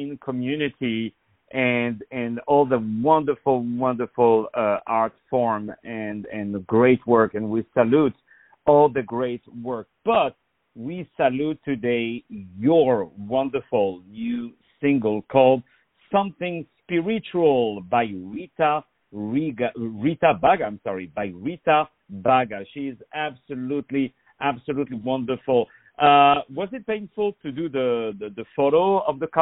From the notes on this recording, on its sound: On the phone